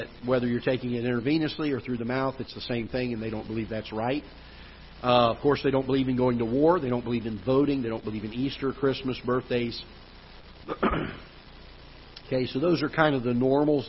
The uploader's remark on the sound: Ketha Heights Baptist Church ~ Live Broadcast